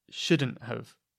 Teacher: Notice I said have, which is the schwa, rather than have.